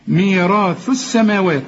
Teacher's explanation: طبعا الثاء هنا مرققة وطلع فيها لسانك